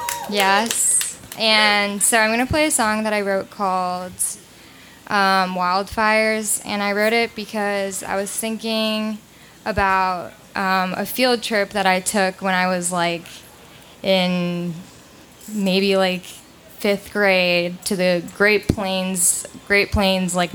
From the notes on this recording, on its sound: Recorded live at Late at the Lake, at Mozart's Coffee Roasters in Austin, Texas on Tuesday, August 9th, 2022.